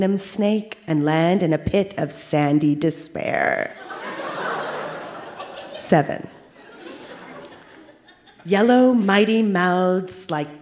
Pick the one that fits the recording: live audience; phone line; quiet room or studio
live audience